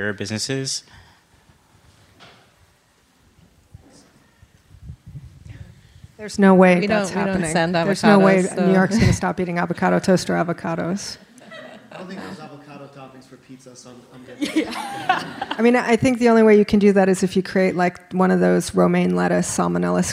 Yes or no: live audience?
yes